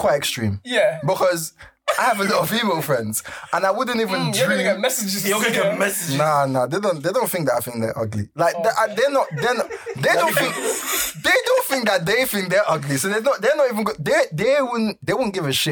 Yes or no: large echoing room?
no